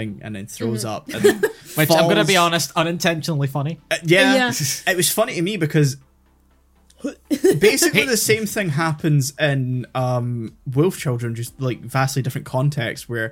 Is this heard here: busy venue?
no